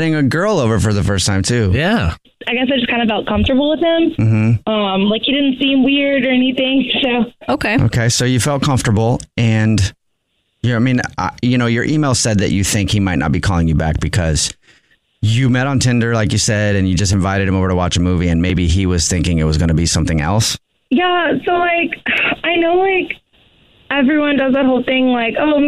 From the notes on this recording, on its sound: We get that other person on the phone